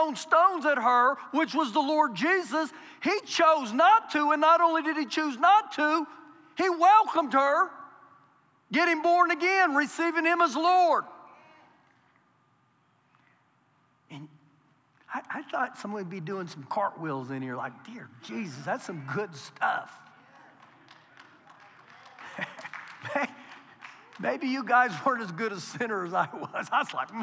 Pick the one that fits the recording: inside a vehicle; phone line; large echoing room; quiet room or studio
large echoing room